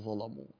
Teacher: وهي فتح اللام وقبلها ظاء والظاء مفتوحة، فإننا في هذه الحالة نغلظ اللام